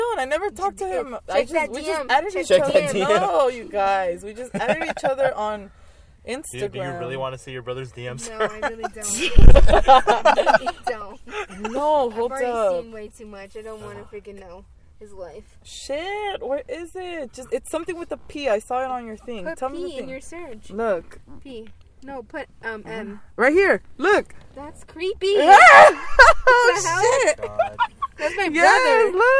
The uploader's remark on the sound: Not one, but two guests jump in the car to chat today!